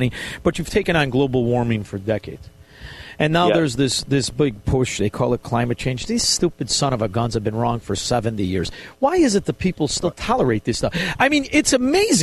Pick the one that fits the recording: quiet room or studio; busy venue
busy venue